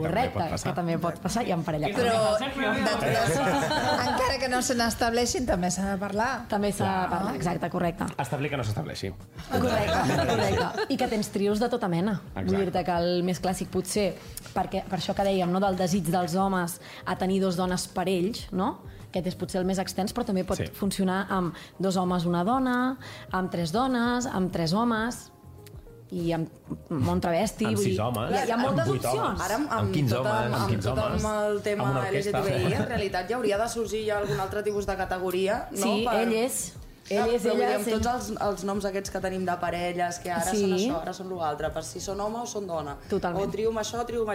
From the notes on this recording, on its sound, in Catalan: Des del mític estudi Toresky de Ràdio Barcelona, gravem el segon programa especial amb públic i moltes sorpreses. Responem les preguntes dels assistents.